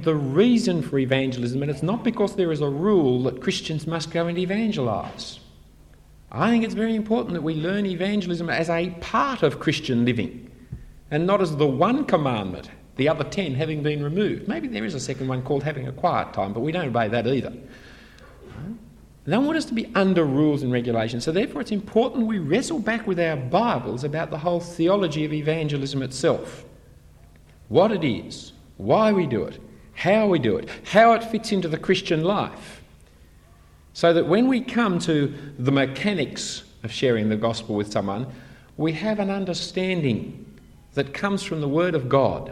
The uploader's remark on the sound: Talk 1 of 5 given at an AFES 2015 Conference on Evangelism for university students.